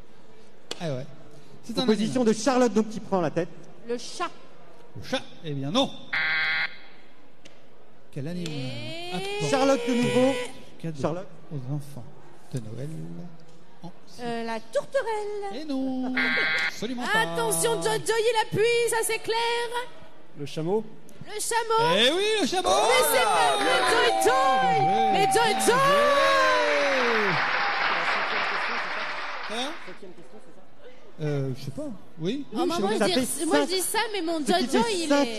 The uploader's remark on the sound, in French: Emission Live "Marché de Léon". En direct du Marché de Léon.